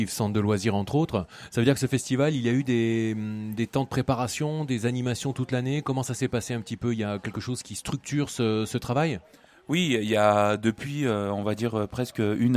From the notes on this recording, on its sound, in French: Enregistrement de l'émission de clôture du festival vivre ensemble tout un art en direct du marché de Saint-Christo-en-Jarez le 8 Juin 2019. Enregistrement de l'émission de clôture du festival vivre ensemble tout un art en direct du marché de Saint-Christo-en-Jarez.